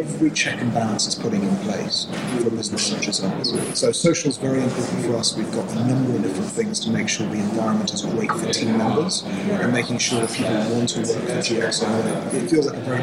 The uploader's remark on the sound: at supply chain tech conference Manifest in Las Vegas